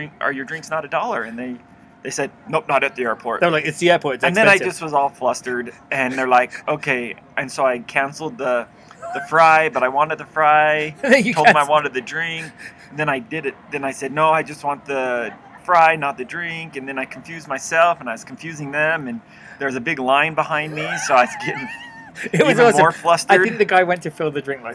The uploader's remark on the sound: Live from the SLC Airport. The Mcd's in the airport. Livefromtheairport #slcinternational. Livefromthedeparturelounge.